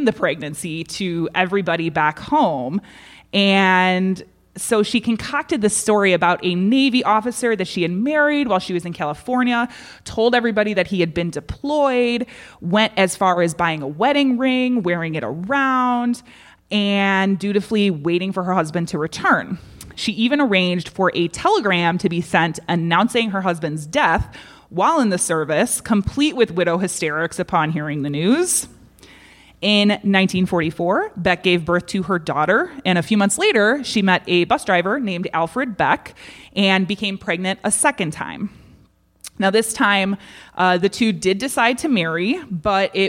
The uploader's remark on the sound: This week we bring you The Bad Taste Crime Podcast Live from Dark Matters! A special thank you to Side Street Studio Arts and Ghostly Podcast for this great event!